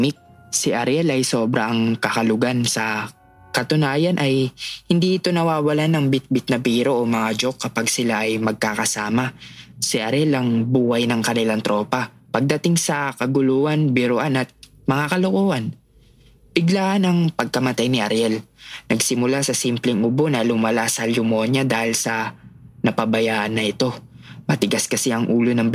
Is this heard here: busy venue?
no